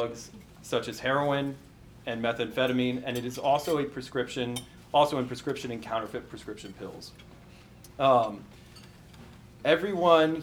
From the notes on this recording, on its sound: Recorded live at an event titled “Discover the Truth about Fentanyl in Alaska,” that was hosted January 26, 2024, by the FBI Anchorage Citizens Academy Alumni Association and held at the Petroleum Club of Anchorage.